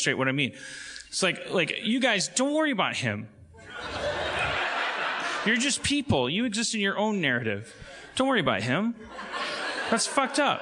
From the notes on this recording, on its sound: LIVE from the Chicago Improv Festival 2017. Joins the Chicago Improv Festival.